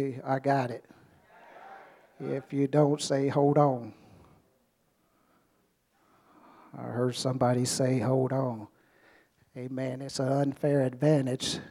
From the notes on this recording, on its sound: during our First Sunday Night Fellowship